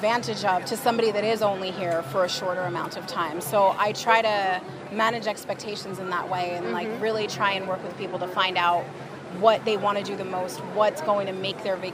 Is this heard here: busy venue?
yes